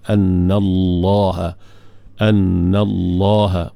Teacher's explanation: taghlizul lam, tebal pada lam, lafzul jalalah